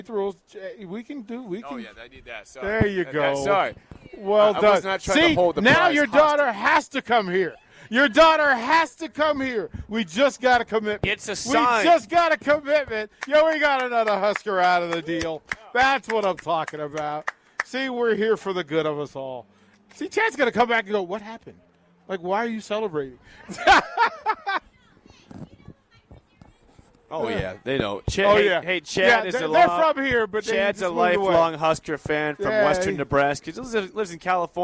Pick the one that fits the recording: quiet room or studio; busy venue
busy venue